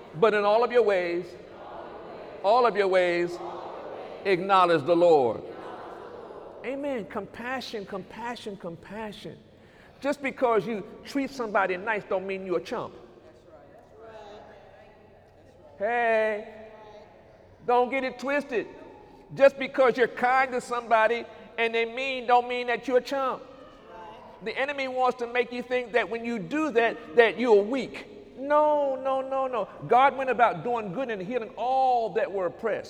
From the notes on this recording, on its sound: During Sunday morning service on October 8, 2019